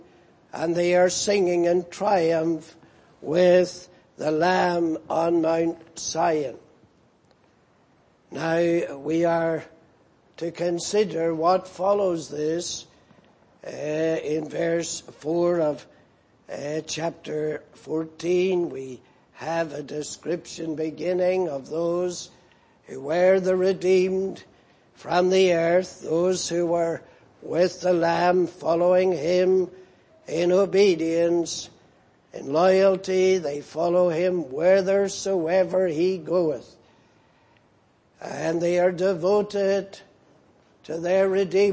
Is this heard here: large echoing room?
yes